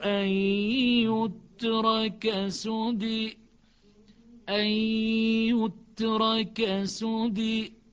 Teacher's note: بين الياء وبين الألف، وهي الياء أقرب · Term: إمالة